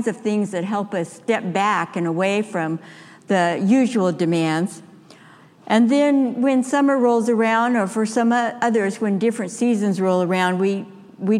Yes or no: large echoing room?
yes